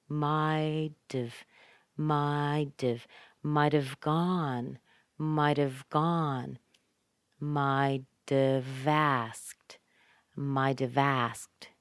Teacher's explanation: Notice how the T gets connected with the of, and the T is softened to d.